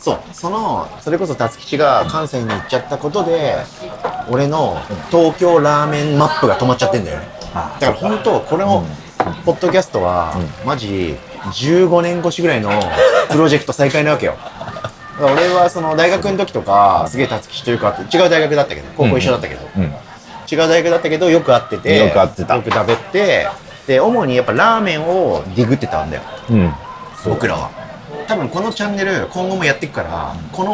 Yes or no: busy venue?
yes